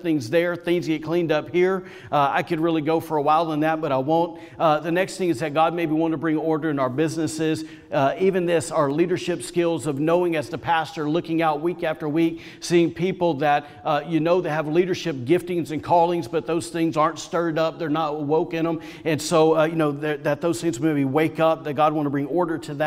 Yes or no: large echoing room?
yes